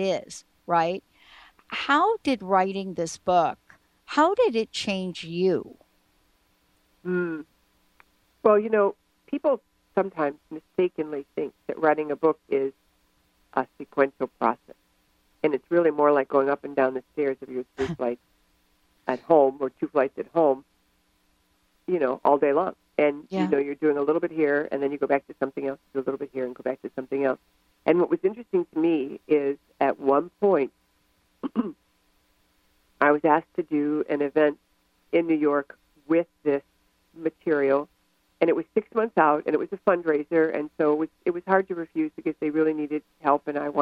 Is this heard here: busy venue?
no